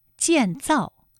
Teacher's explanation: 都是四声组合的词语，读起来呢很容易读得生硬，因为它都是降调